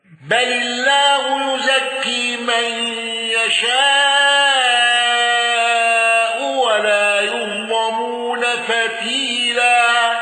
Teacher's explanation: الأزرق بالإشباع وتغليظ اللام قولا واحدا